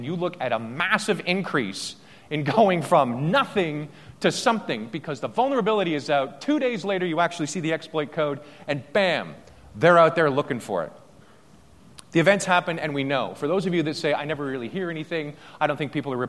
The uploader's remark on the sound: day two keynote speech from AusCERT